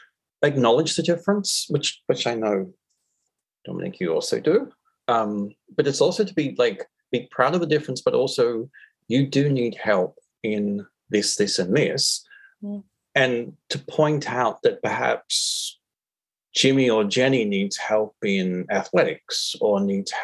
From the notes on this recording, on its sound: this was initially recorded as a video webinar